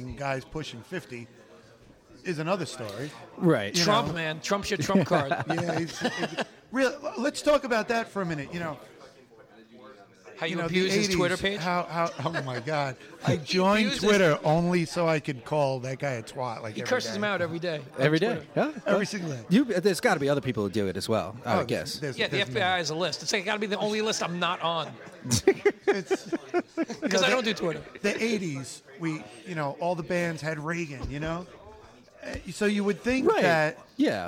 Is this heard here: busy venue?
yes